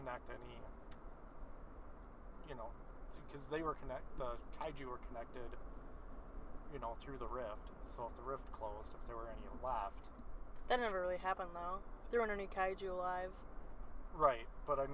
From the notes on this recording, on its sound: Drive Time Special. Hop in the car and take a drive to and from the theater.